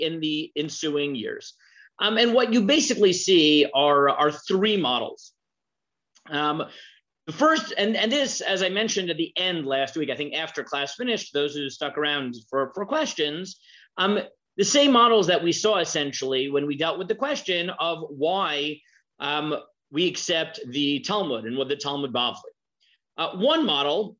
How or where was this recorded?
video call